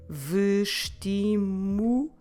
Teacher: Ending, but because it's a reflexive verb followed by its reflexive pronoun, we're dropping that S and it sounds only vestimo-nos.